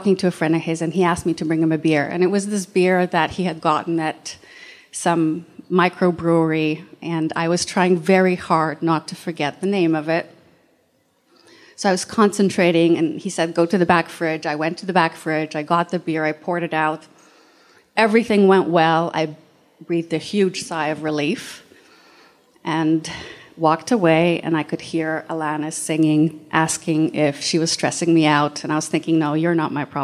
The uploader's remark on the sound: Recorded at a Here There event. Recorded at a Here There event.